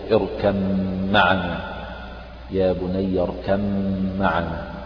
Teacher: الباء والميم مخرجهما واحد من الشفتين، فالمخرج واحد ولكن اختلفت الصفات. · Term: الإدغام